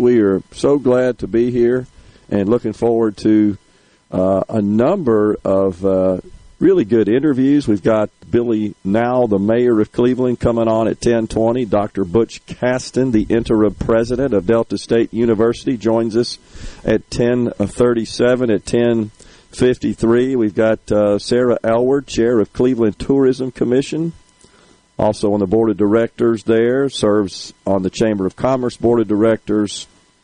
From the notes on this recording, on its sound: LIVE from Cleveland's 50 Nights of Lights